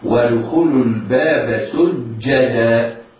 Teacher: ينطق الجيم حرف شديد ينحبس النفس والصوت في المخرج عند النطق، ينحبس النفس عند النطق هكذا، ودخول الباب سجدا، وقول سجدا